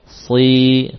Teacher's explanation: dengan keberadaan ya sukun, maka kasrah sebelumnya menjadi panjang dua kali dari ukuran sebelumnya · Term: dua harakat